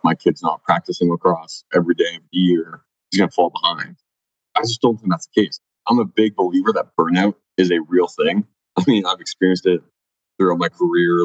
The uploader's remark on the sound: We apologize for the sound quality of this episode. While the sound may not be ideal, the content we believe is useful.